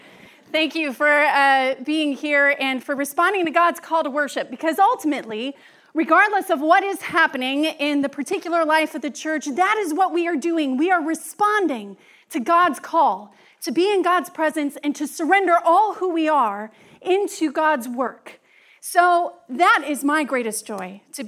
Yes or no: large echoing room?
yes